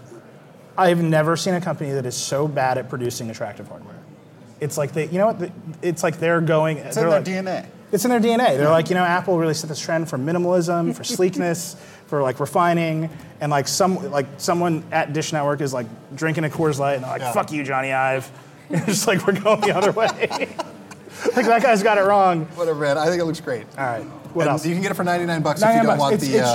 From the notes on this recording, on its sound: This year, we hosted The Vergecast Live at CES 2017 as a Twitter Live video show.